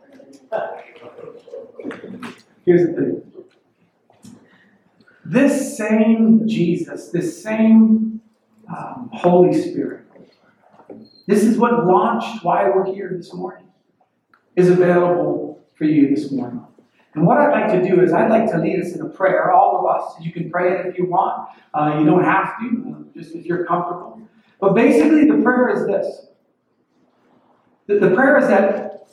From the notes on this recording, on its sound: WE ARE SORRY FOR THE POOR AUDIO. WE HAD SOME ISSUES.